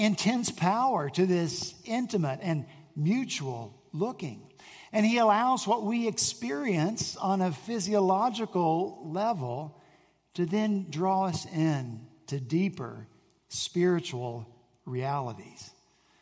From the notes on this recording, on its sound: At Redeemer Presbyterian Church in Charleston, SC